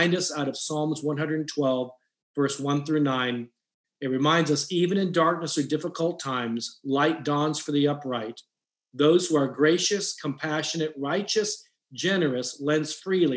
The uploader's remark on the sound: special Transforming Leadership Zoom call